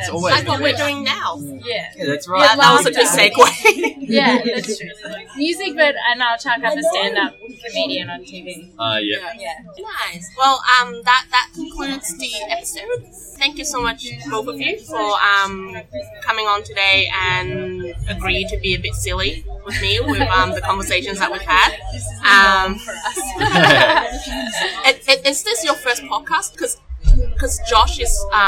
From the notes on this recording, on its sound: Apologies in advance for the poor sound quality...the background noises were much louder than I thought...will use quieter cafe next time